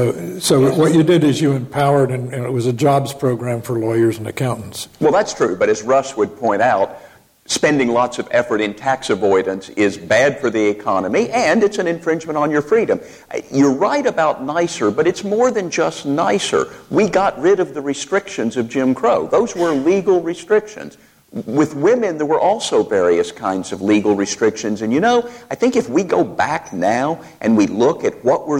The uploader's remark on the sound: In front of a live audience at the Cato Institute.